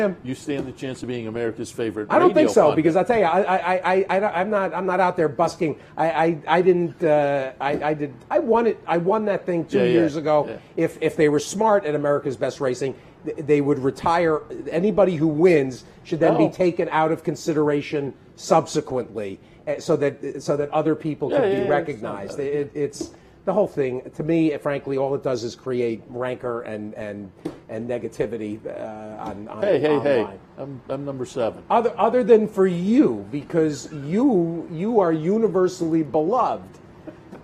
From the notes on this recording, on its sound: live From Saratoga Race Course